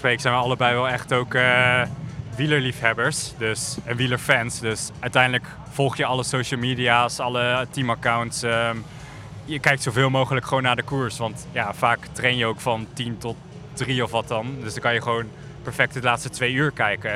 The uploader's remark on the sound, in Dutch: Die laatste twee schuiven ook aan in de WielerFlits Podcast, die live op locatie werd opgenomen.